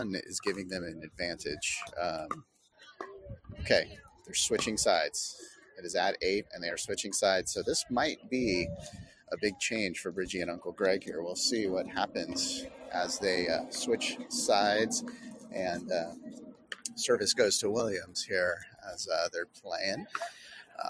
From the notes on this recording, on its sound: Shamrock Open Live Day 2. Live episode of the Third Shot Podcast with various special guests.